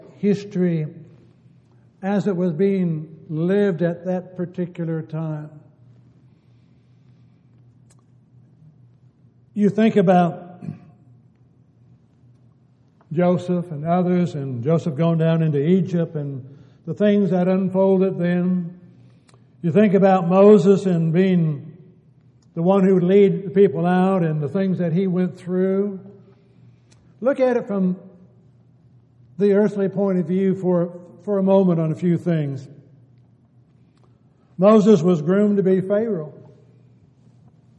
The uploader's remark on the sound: Downtown Church Of Christ Audio Sermon.